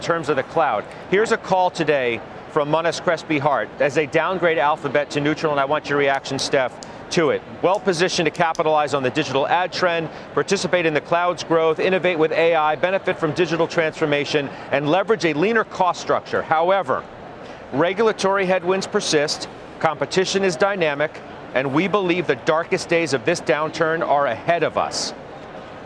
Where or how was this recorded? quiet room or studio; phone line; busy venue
busy venue